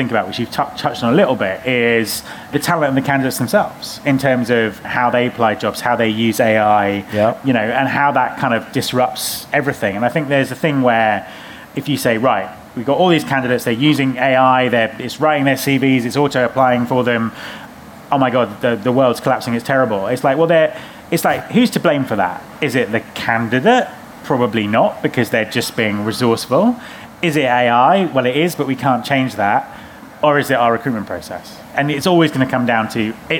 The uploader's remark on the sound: Live at RecFest